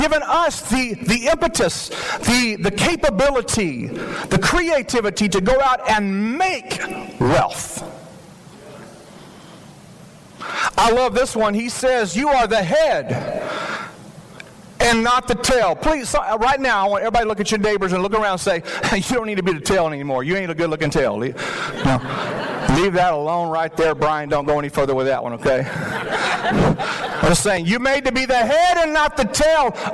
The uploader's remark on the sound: This message was shared at the 2023 Fall Imagine Conference in Frisco Texas.